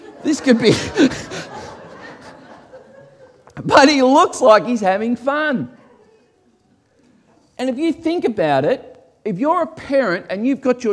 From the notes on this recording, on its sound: This was originally recorded before a Live audience